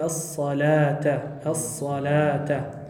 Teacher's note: das Wow spricht man hier nicht aus